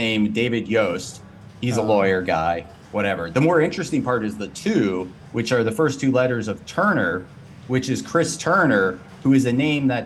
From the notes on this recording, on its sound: LIVE at New York City Pinball Championships 2022!